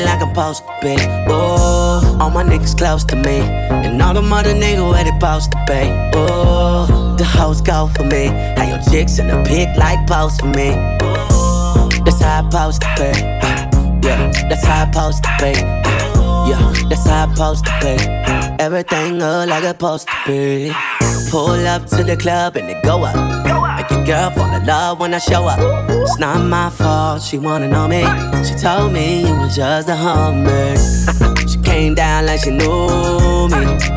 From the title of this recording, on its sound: LIVE from Invictus Cigar Lounge